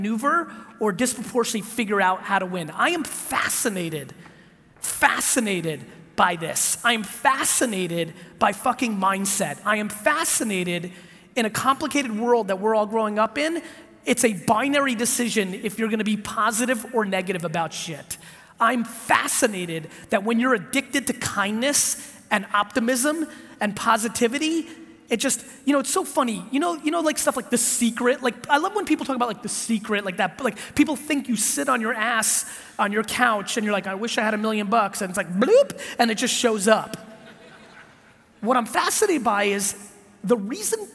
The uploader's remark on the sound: keynote and Q&A in Oregon for the Dutch Bros Coffee Leadership event